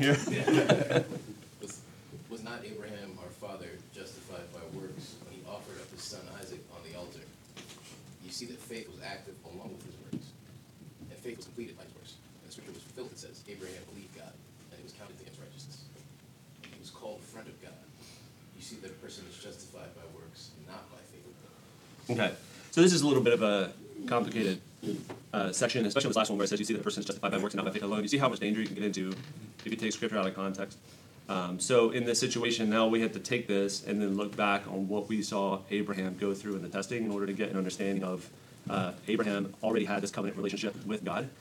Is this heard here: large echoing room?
yes